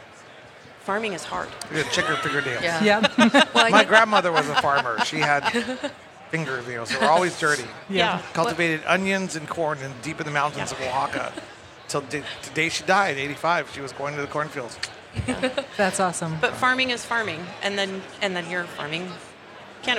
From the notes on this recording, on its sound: Recorded at MJBizCon 2023